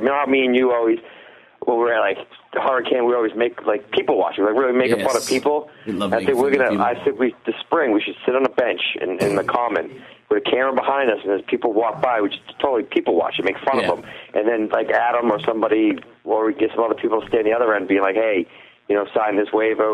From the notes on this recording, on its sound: Live in studio. Calling live from Bermuda.